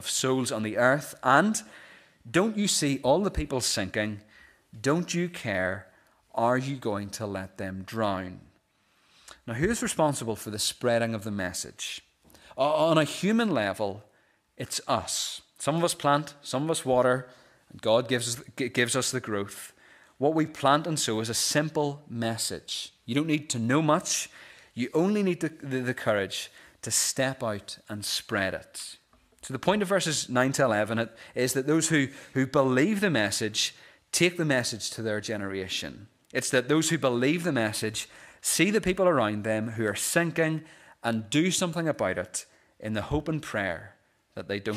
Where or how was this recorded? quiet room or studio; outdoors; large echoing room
large echoing room